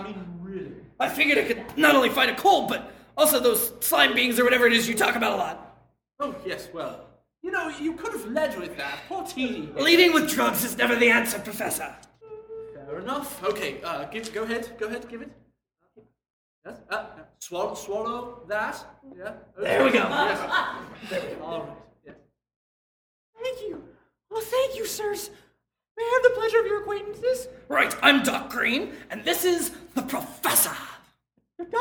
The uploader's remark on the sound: Originally Recorded Live at Packrat Comics